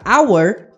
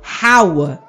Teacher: Mas quando falamos a palavra hour, perceba que o H, na verdade, tem um som mudo e acaba emprestando o som criado pela construção aua · Shown in: first take · né? Que se inicia com um som vocálico.